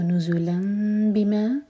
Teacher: تنوین کا جو نون کا ساؤنڈ ہے وہ میم میں چینج ہو رہا ہے، اقلاب ہو رہا ہے.